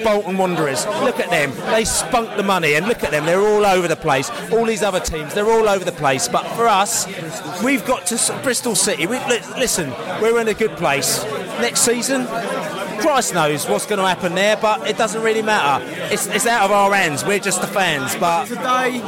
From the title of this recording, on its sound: post -match podcast from the pub